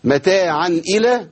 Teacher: اظهار هنا التنوين التقى بهمزه فلا غنه